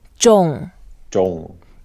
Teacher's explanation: 众 is a fourth tone, so we go down.